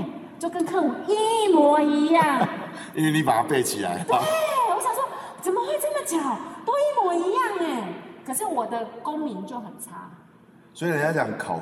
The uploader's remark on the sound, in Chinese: 因錄製環境不佳，導致些許雜音，敬請見諒